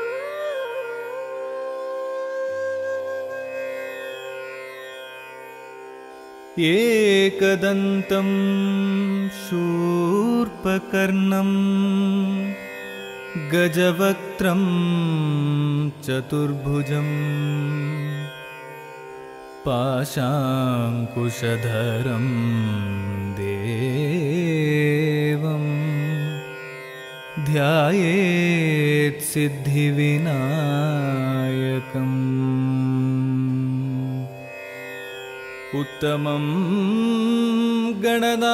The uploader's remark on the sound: This episode features a soundscape of recordings done in India and Nepal. A soundwalk along the buzzy, labyrinthine streets of Thamel. Up into the rangy, rocky Himalayas.